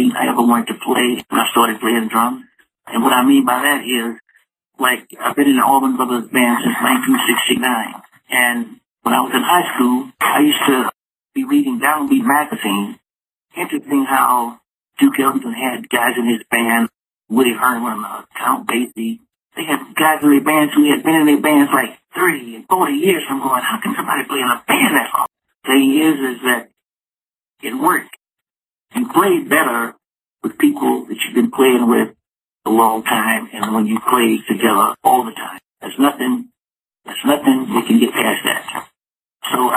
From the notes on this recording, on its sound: Called into the show.